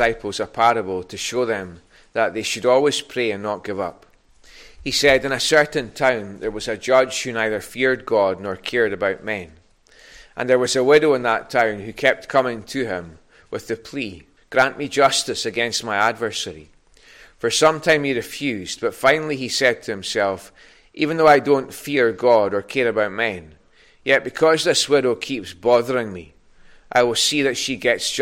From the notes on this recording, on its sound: Recorded at North Harris Free Church on Sunday morning.